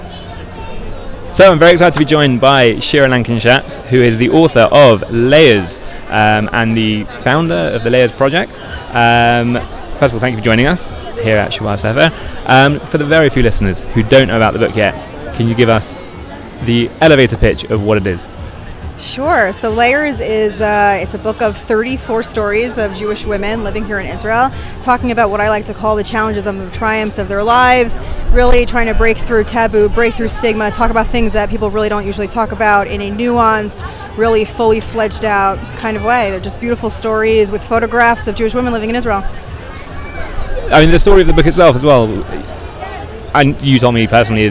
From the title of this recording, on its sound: LIVE from Shavua HaSefer in Jerusalem